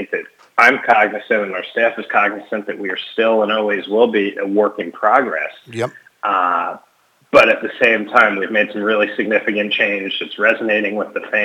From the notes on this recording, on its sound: we get on the phone